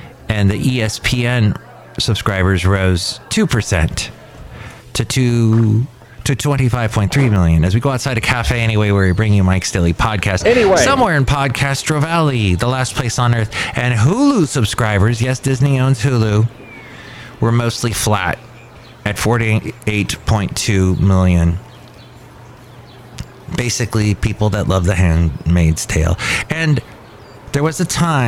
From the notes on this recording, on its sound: podcasts live from Café Anyway